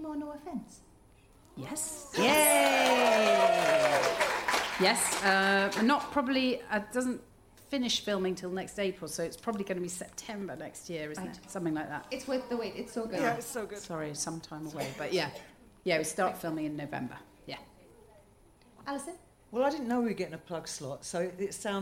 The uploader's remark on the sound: Recorded at the Leicester Square Theatre, London on June 27, 2017.